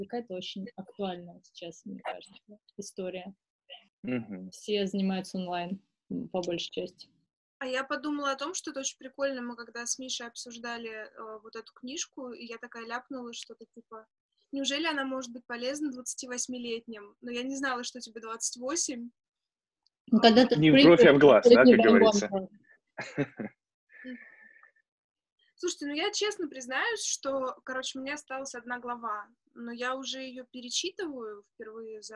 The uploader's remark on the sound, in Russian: У нас собралась интересная компания - как раз те самые двадцатилетние. У нас могут быть неполадки со звуком - но мы только учимся.